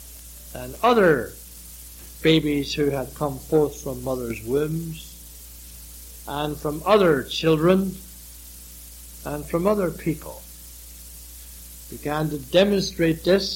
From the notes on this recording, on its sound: It was preached during the evening service here. It was recently converted from cassette.